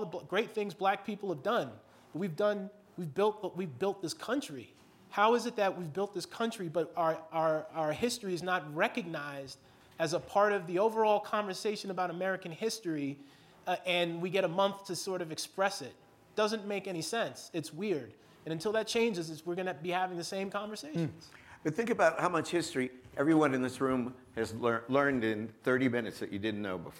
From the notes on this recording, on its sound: Following a screening of the SundanceTV & Ancestry short film Railroad Ties , a live panel discussion. In front of a live audience at the SundanceTV HQ on Main Street in Park City, UT during the 2019 Sundance Film Festival.